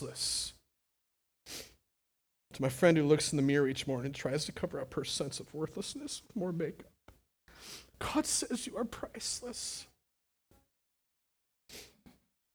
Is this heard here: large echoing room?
yes